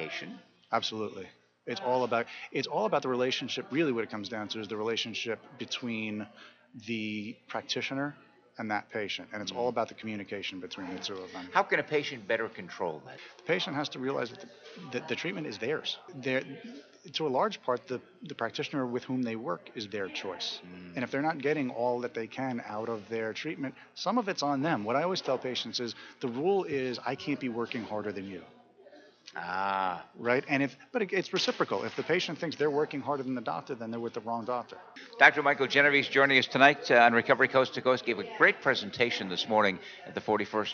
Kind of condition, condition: setting, busy venue